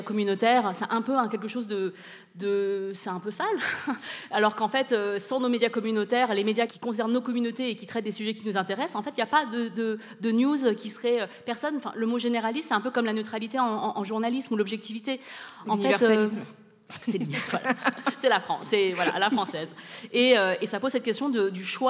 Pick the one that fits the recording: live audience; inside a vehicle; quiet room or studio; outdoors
live audience